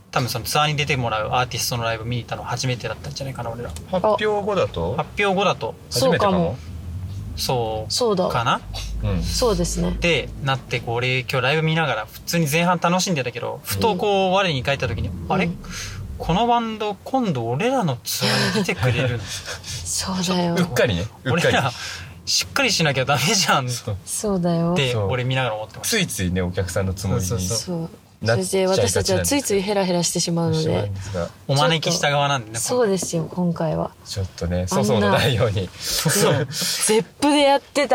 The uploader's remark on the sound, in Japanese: 興奮冷めやらぬ帰りの車内にて収録した